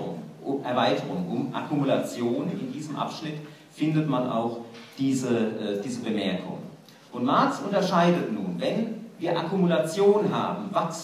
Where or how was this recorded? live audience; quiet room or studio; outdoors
live audience